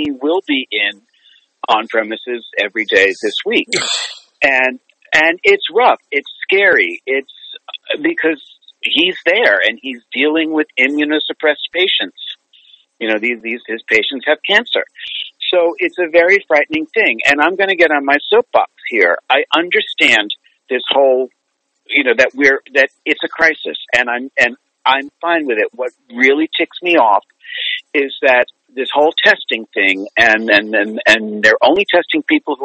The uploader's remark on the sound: spent some time with me on the phone